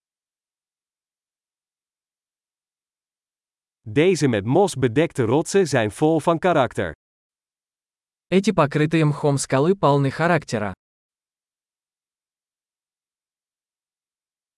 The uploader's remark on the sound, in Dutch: Leer Russisch: een wandeling in het bos. Is het niet heerlijk om deze eekhoorns te zien rondrennen? Het geluid van de kabbelende beek werkt therapeutisch. Het panorama vanaf deze heuveltop is adembenemend.